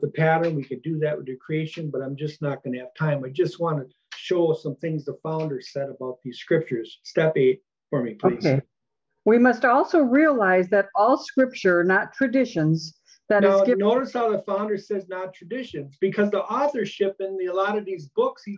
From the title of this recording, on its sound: Oceanside Zoom Class